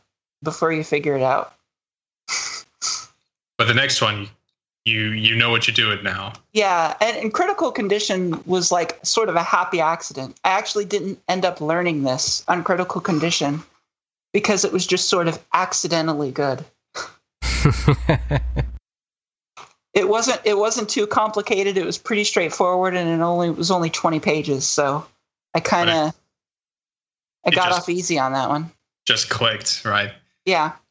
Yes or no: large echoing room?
no